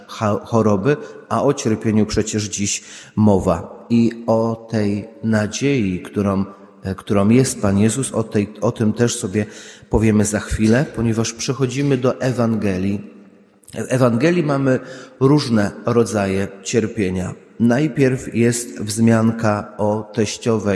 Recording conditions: large echoing room